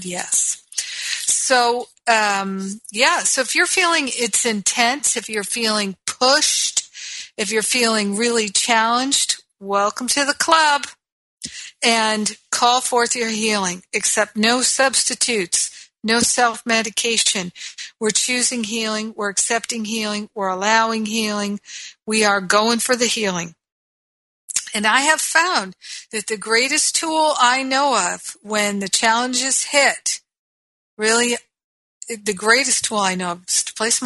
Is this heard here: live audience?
no